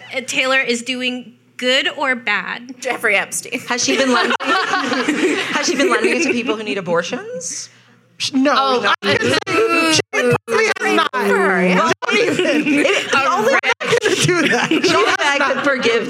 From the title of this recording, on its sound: The Betches Sup Live!